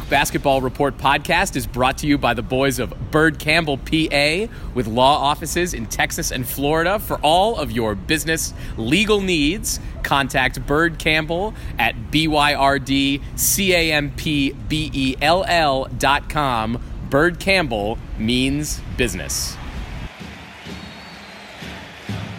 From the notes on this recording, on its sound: Live from the parking lot at Mercedes Benz stadium